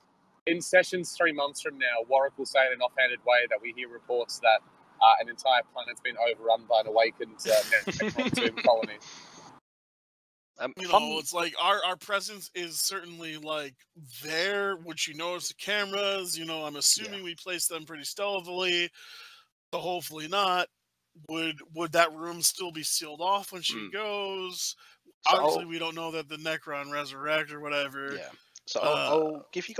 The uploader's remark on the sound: With one of the group's players absent halfway through the campaign, someone has the bright idea to record it. There is no editing, poor audio quality, and terrible dialogue.